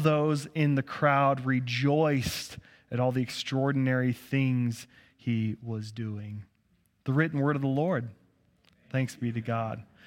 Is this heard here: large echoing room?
yes